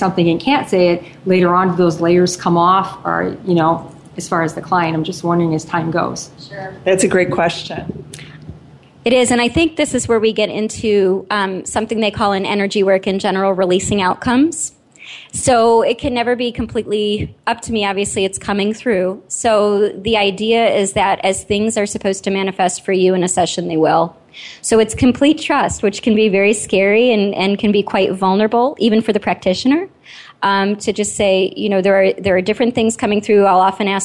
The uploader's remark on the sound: With a live audience